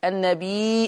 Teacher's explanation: مد متصل مقداره الإشباع